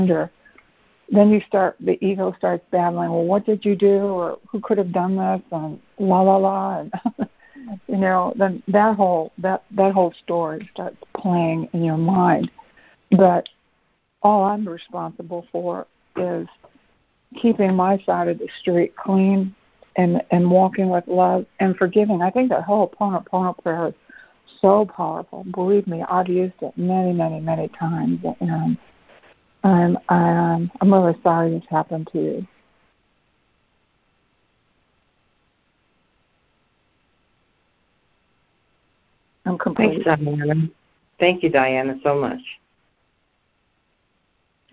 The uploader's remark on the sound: ACIM Daily Conference Call